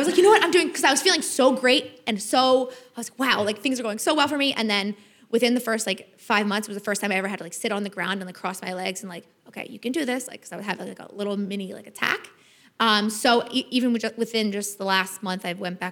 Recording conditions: live audience